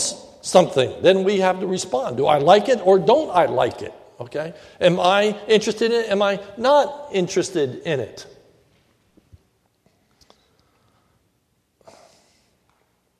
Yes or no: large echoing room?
yes